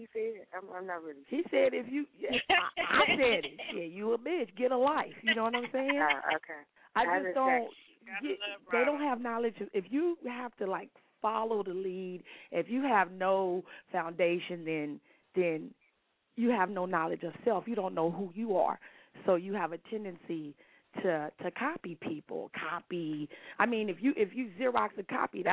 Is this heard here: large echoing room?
no